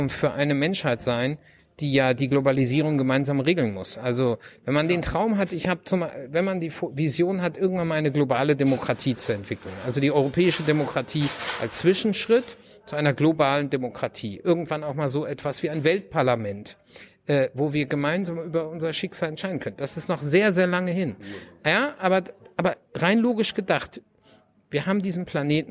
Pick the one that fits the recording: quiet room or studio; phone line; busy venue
busy venue